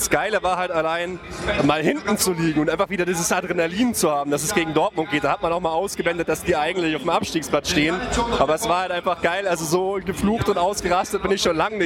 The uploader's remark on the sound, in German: Mini-Folge aus dem Stadion gegen Rom. Live aus dem Stadion aufgenommen!